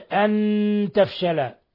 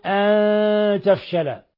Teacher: بأصول الثنايا العليا يكون هذا التشديد، والإخفاء باتفاق لا تشديد فيه، فينبغي أن تترك لسانك معلق مع غنة من الخشوم · Shown in: second take · Term: الإخفاء الحقيقي